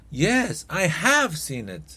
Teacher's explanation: Lo único que vas a hacer para mostrar énfasis es simplemente ponerle una mayor acentuación en el auxiliar